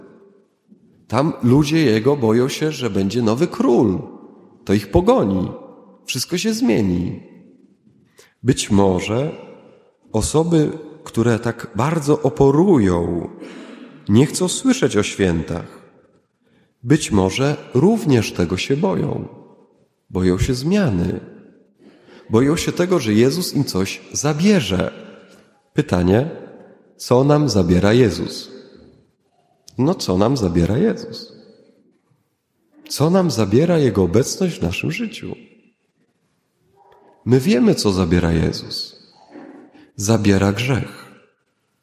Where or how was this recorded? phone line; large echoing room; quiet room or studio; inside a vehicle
large echoing room